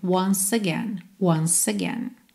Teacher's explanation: Como o E final de once não é pronunciado, a gente já junta no again.